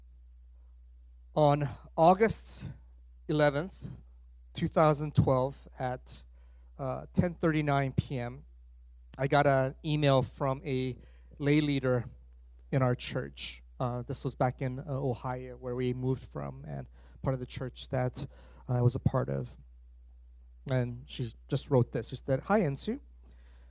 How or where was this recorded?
large echoing room